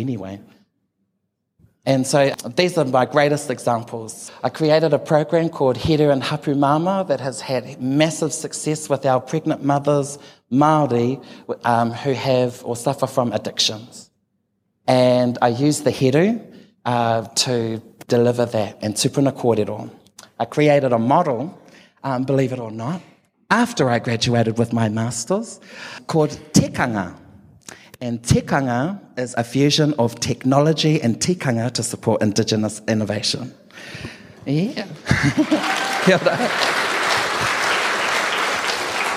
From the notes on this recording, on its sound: took the stage at our Real Talk Mō Ngā Rangatahi event in Rotorua